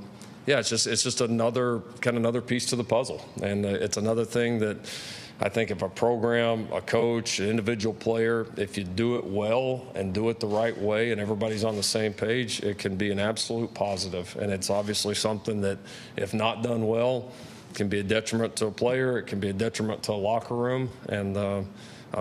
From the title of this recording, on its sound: Media Day Press Conference